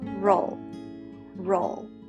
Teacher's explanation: 最後は舌先を上顎にピッとつける